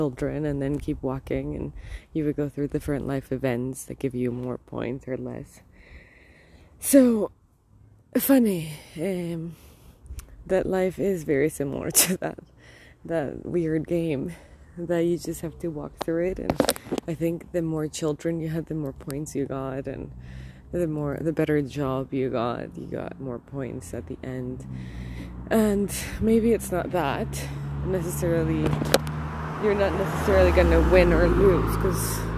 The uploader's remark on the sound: I lit up a joint and walked across the street and recorded this.